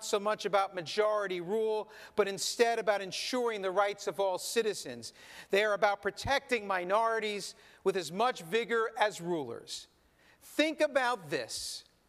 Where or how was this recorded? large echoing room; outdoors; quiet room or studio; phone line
large echoing room